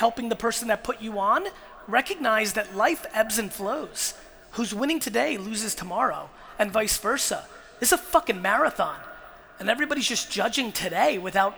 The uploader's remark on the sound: Melbourne 2018 Keynote